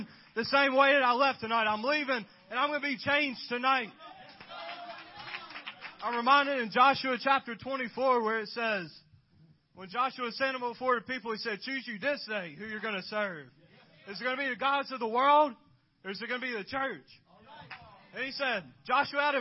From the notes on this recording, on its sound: Complete Service Youth Rally FPC of Jennings LA.